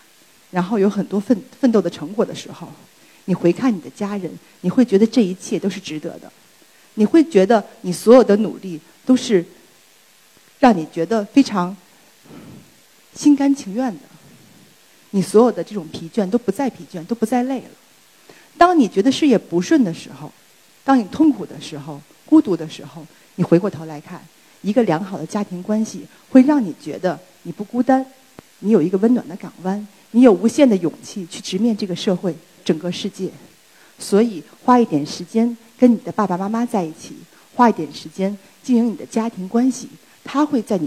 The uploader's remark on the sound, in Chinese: 今天在一刻演讲的舞台上分享我的故事。